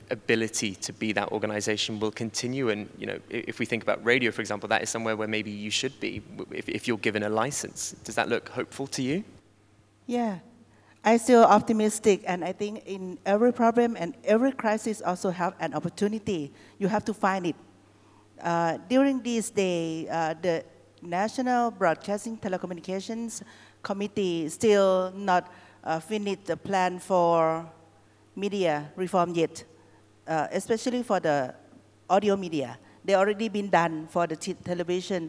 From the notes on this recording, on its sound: Live from the Radiodays Asia conference